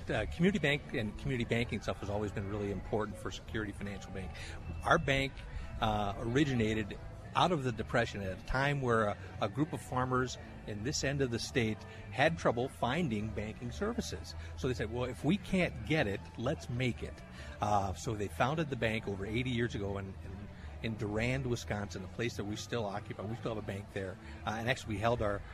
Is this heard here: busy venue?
yes